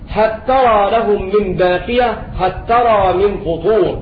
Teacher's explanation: هكذا أدغم أبو عمرو ووافق الكسائي على إدغام لام هل في التاء